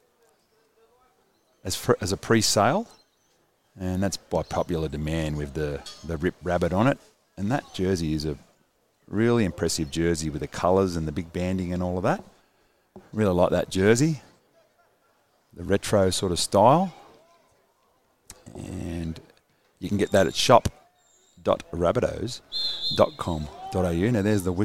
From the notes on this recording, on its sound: Live from Redfern Oval at the Rabbitohs Captains run.